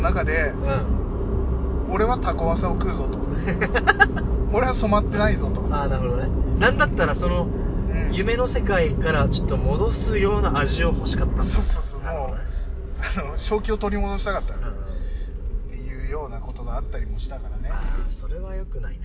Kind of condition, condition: setting, inside a vehicle